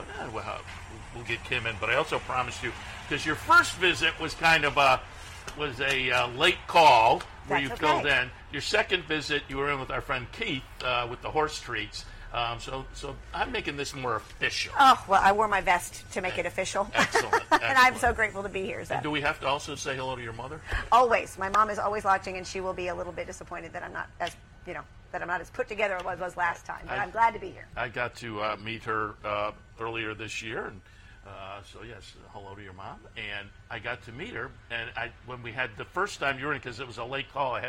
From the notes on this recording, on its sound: live from Saratoga Race Course